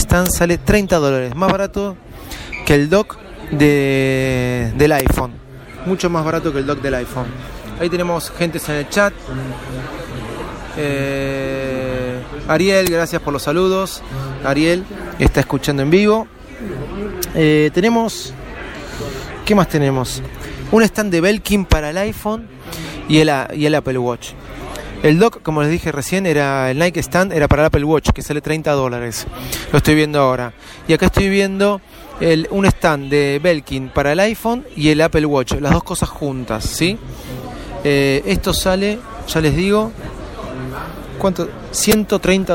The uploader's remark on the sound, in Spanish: DESDE APPLE STORE EN VIVO